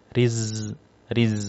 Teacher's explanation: Huruf zai ketika dia sukun kita harus menampakkan sifat namanya safir. Safir itu berdesis ya. Riz. Selain safir kita harus menampakkan rokhawah.